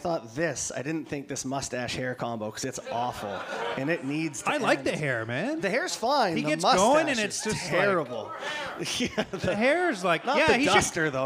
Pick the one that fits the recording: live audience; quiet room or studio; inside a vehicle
live audience